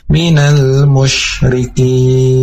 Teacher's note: Nah, di sini itu terdengar huruf sa tadi, jadi kurang tepat karena di sini huruf shin atau harus keluar dibarengi dengan nafas